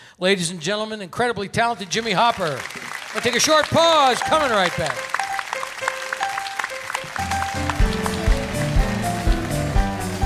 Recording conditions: busy venue